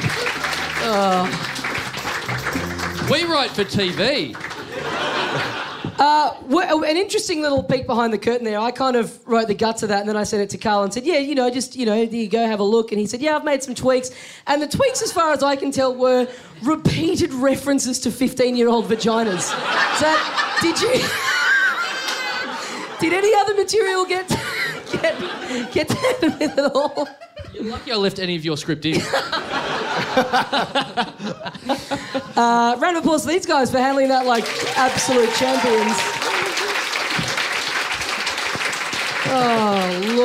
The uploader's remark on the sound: Recorded LIVE at Five Boroughs on April 20th, 2014 as part of the Melbourne International Comedy Festival.